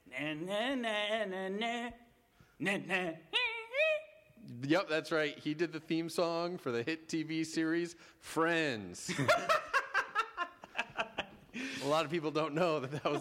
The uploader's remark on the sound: Live in Vancouver.